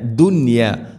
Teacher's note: നോക്കൂ, ഇവിടെ സാക്കിന നൂനു ശേഷം യാ വരുമ്പോൾ ശരിക്കും ഇവിടെ ഇദ്ഗാം ബിഗുന്നയാണ്. അതേസമയം ദുനിയ എന്നത് ഒറ്റ പദത്തിലാണ് നൂനും യാ ഉള്ളത്, അതുകൊണ്ട് അവിടെ ഇദ്ഹാറാണ് ചെയ്യുക. വെളിവാക്കി ഉച്ചരിക്കണം, മണിക്കരുത്.